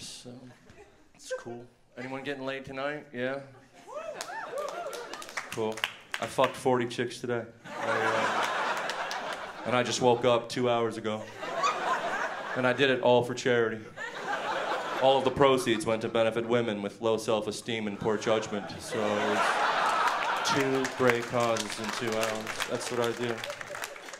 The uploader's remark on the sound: delivers an outrageous performance at the 2013 Just for Laughs Festival in Montreal